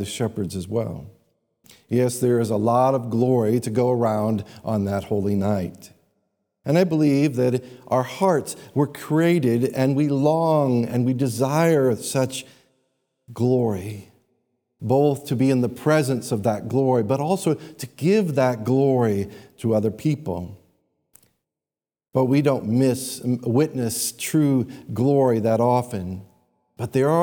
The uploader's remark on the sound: These sermons are taken live from our Sunday morning church services.